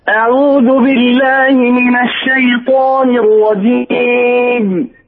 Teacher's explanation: بين الغنة في الميم، وإلا يسمعها السامع الرجيب أشبه بالباء